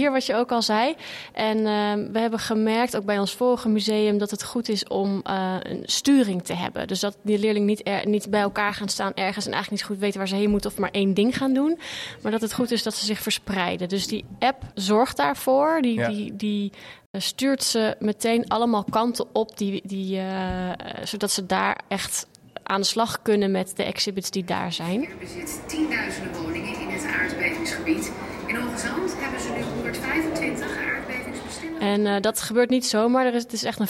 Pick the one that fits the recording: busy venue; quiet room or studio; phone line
busy venue